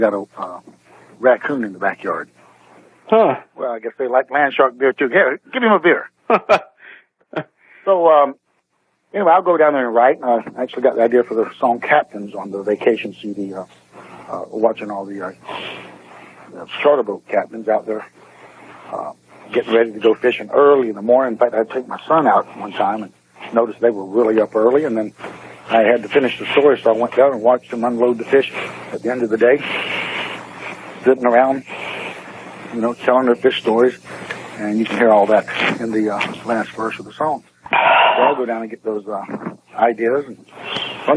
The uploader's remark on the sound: They sampled the beer via telephone which was broadcast over the radio. It was an interstate beer-sampling.